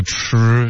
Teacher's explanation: true 的音呢是翘舌音